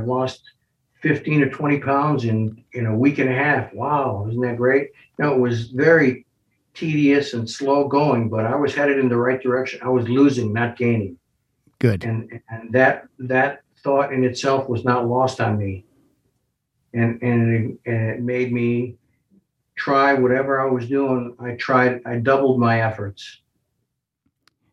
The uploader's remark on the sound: to the "Zoom Room"